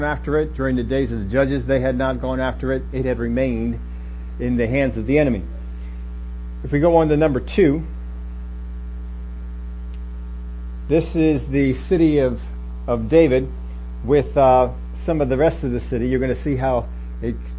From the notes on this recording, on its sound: Had to pull this from the Facebook recording so there is a bit of a hum.